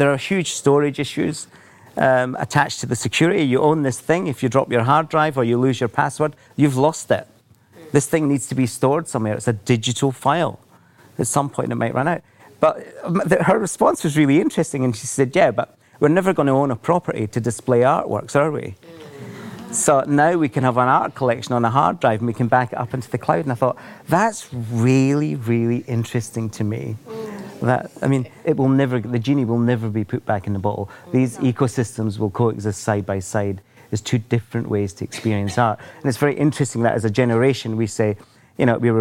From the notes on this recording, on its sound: An in-depth discussion panel at Creative Matakana.